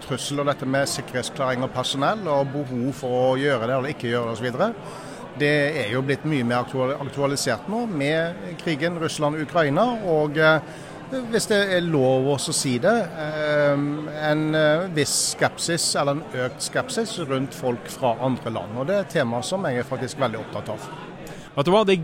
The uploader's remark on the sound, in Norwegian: Live fra sikkerhetskonferansen 2023. Har vært utegående reporter og snakket med noen av deltakerne som var tilstede for å få med seg noen av de 56 ulike debattene og foredragene i løpet av den 2 dager lange konferansen i Oslo.